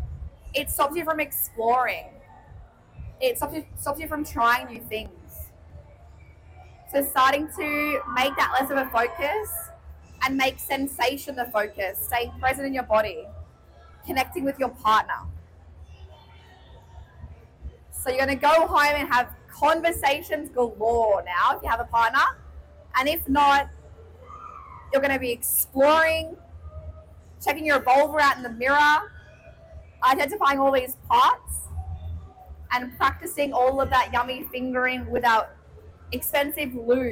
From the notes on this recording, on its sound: Live from LoveX Brisbane!